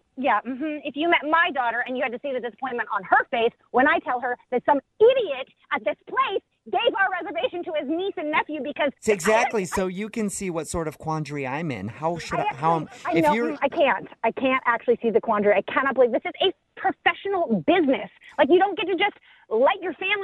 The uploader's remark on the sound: Phone Tap PODCAST